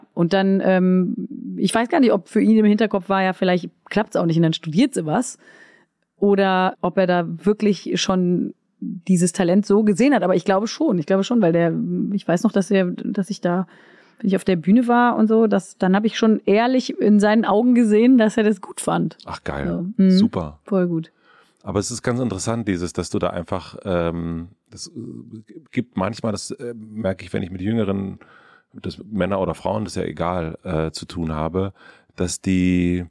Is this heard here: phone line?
no